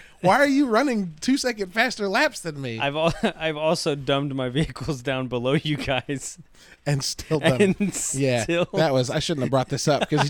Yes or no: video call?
no